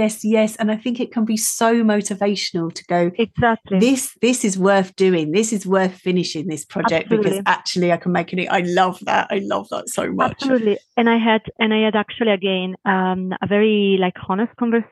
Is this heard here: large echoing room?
no